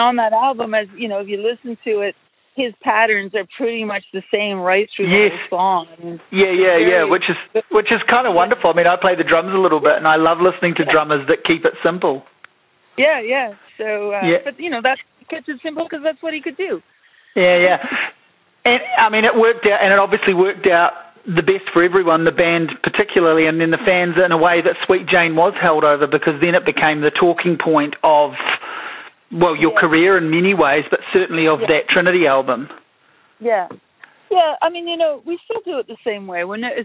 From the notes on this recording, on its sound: A phone conversation